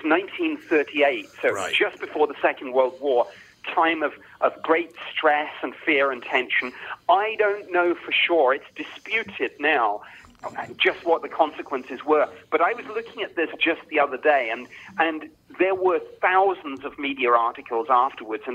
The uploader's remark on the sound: on the phone